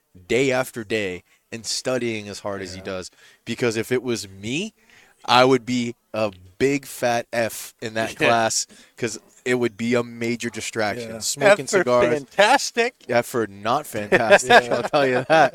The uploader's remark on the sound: Recorded live from the 7-20-4 Lounge!